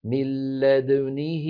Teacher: بنطق دال ساكنة مقلقلة بعدها ضم للشفتين ثم نون مكسورة ثم هاء مكسورة. هكذا من لدنه، من لد يعني يضم الشفتين، لدنه، لدنه مع السرعة تصبح هكذا من لدنه، فلا بد من نطق دال ساكنة وبالتالي مقلقلة، ضم شفتين، بعدين نون مكسورة، هاء مكسورة، من لدنه. · Term: إشمام